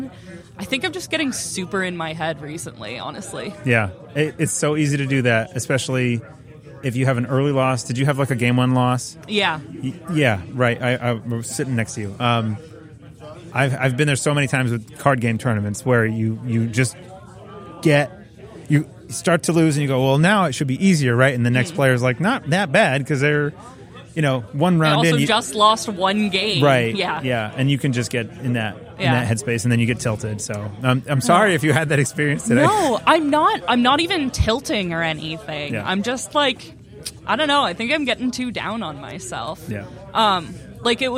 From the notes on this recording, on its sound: Interviews from Startup Tournament #2. Brought the mics to their second Startup Tournament they organized in Derry, New Hampshire at Midgard Hobbies and Games.